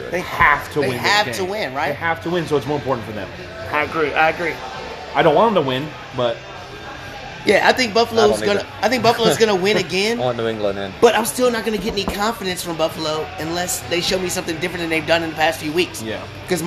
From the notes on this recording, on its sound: Live at Macados